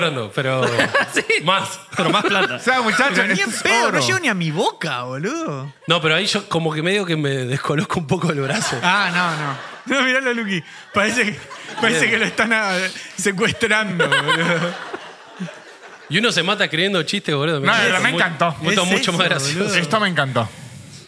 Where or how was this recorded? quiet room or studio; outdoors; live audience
live audience